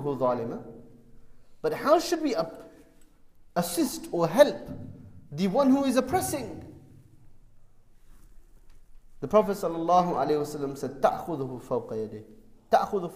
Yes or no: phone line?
no